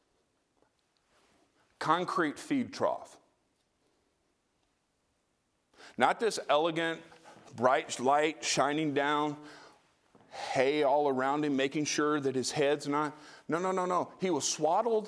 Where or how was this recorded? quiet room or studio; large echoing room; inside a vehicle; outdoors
large echoing room